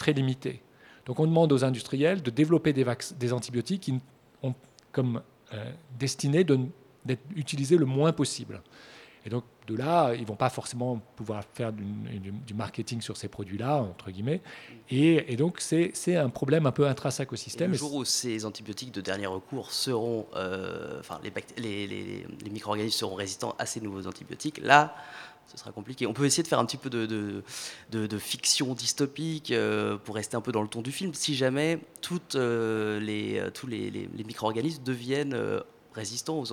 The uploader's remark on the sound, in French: Au programme de cette Matinale spéciale en direct depuis le Museum National d'Histoire Naturelle.